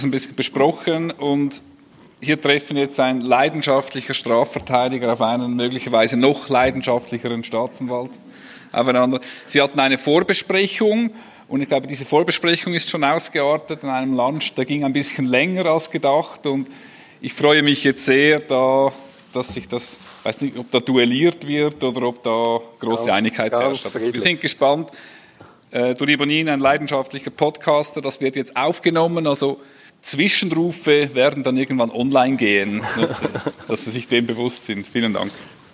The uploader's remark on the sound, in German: Im Live-Podcast im Dolder Grand in Zürich.